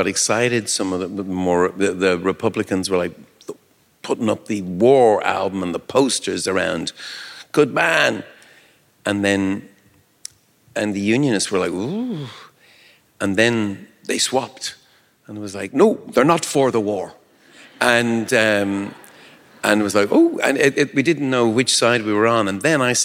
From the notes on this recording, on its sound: At the 2022 New Yorker Festival.